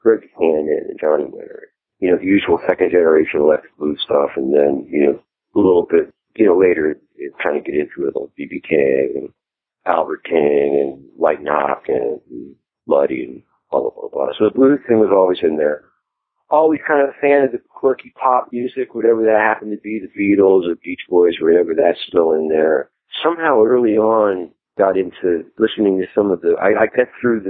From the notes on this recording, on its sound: In this very short, casual phone interview. This interview has been digitally remastered for your listening enjoyment.